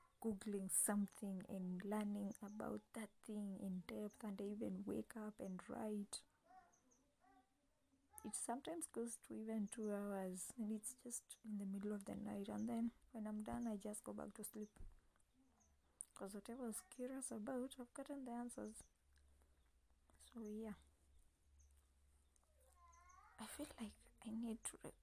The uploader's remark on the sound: should you hear noise in the background it's because I don't leave alone and I have no way of fixing that for now